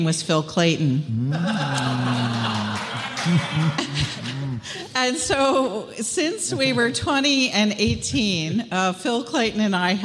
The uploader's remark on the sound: live at 2022 Theology Beer Camp